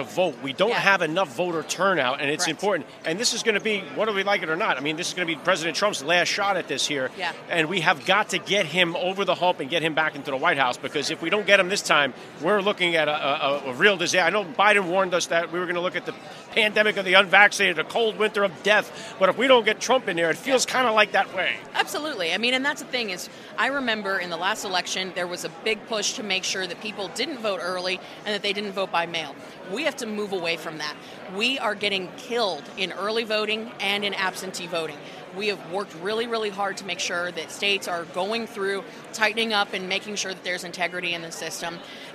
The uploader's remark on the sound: was Live at CPAC in Washington DC to interview the speakers